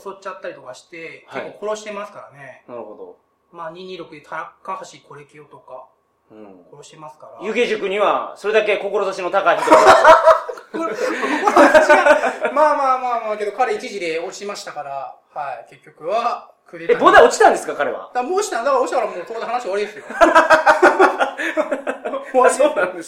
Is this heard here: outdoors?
no